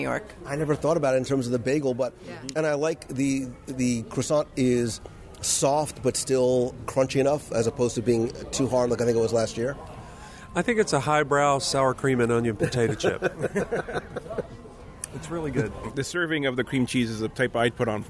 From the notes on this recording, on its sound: LIVE Walkabout and Review of Epcot’s Festival of the Arts. LIVE from the Epcot International Festival of the Arts, as we wander through Future World and World Showcase. We not only review all there is to see, do, and enjoy, but wander the World Showcase promenade and sample food and drinks from each of the Festival marketplace kitchens in our live review!